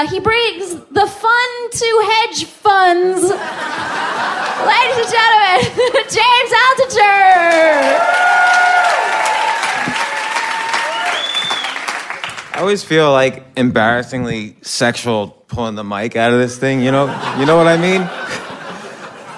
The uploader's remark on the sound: In January, the guys stepped out of the recording booth and onto the stage to hold a 90-minute live event at the Bell House in Brooklyn, NY. Listeners submitted questions for the event through social media.